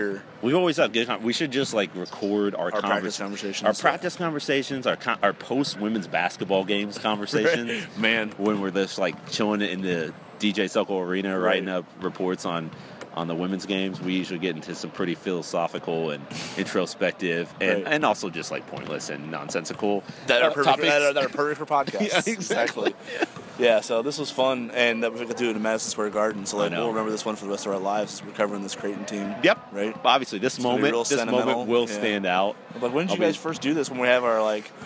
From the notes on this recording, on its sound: live from the Big East Tournament in NYC.